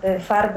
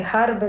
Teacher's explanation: zamiennie używa dziecko głosek f i ch, zamiast na przykład farby powie harby, zamiast fotel hotel